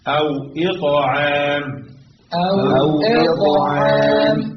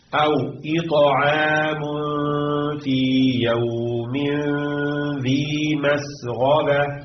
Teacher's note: مع قلقلة الطاء إنها تميل للفتح